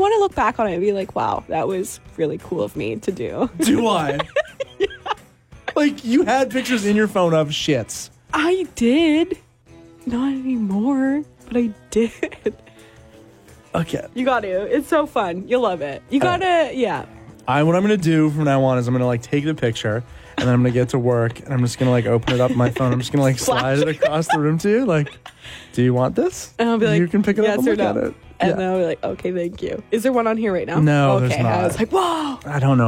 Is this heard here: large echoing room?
no